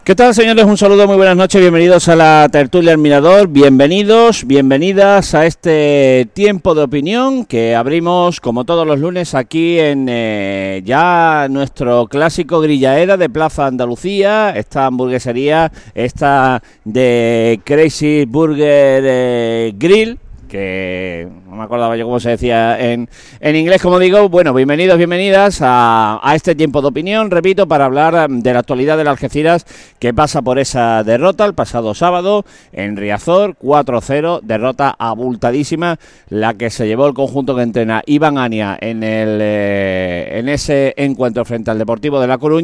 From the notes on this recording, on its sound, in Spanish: emitido en directo desde Grillaera de Plaza Andalucía